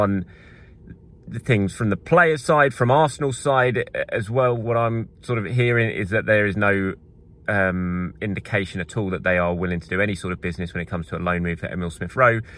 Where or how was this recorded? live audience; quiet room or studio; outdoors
outdoors